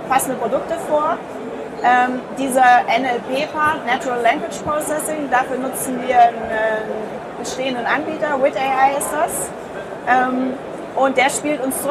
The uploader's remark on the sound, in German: Interview im Rahmen der DMEXCO 2016. Leider ist der Sound wieder etwas mau, wg. Der Hintergrundgeräusche bei der DMEXCO.